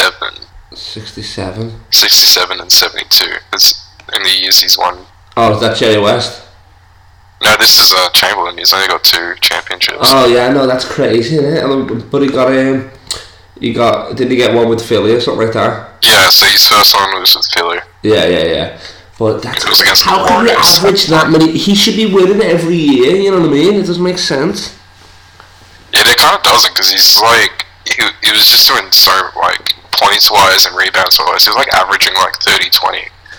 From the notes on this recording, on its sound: This weeks call in guest comes live from his garage in Sydney